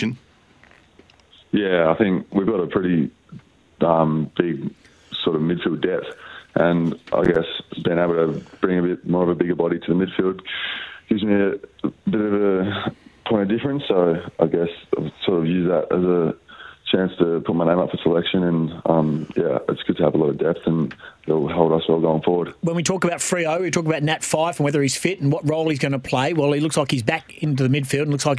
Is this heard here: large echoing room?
no